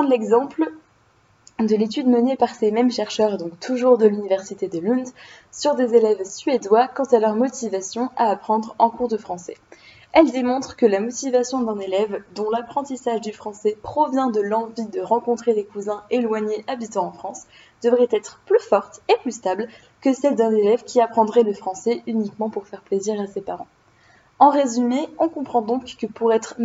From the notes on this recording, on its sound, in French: Je m'excuse pour la qualité de l'audio, cela devrait s'améliorer bientôt lorsque j'aurais trouvé un bon micro adapté à mon budget d'étudiante